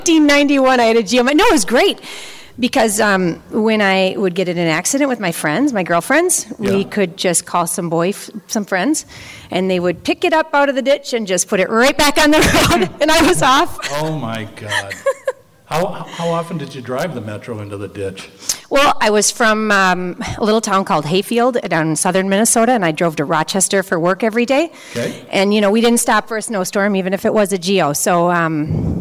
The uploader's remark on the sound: Live From the Auto Show. We do our first ever live remote from the Twin Cities auto show.